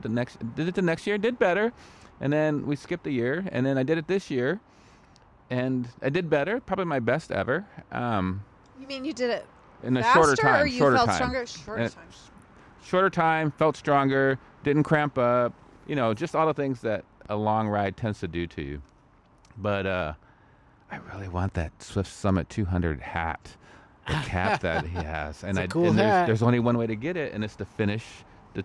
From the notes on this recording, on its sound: gather outside in person on a drizzly night